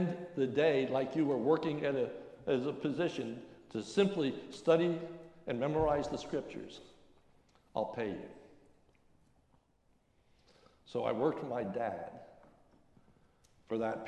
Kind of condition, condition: setting, large echoing room